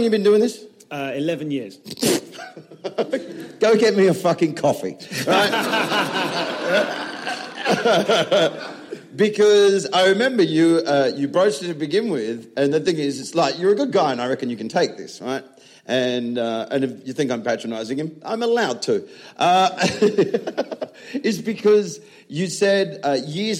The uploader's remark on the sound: live at Dave's Leicester Comedy Festival